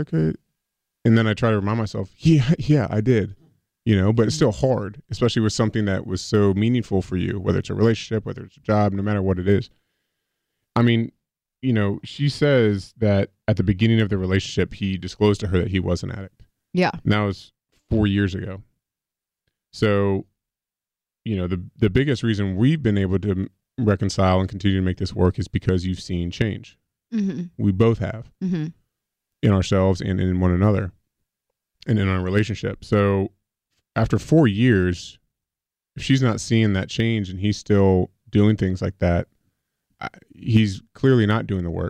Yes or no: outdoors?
no